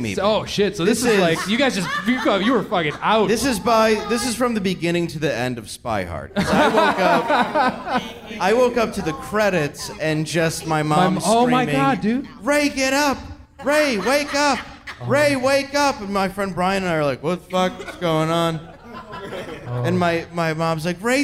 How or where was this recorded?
live audience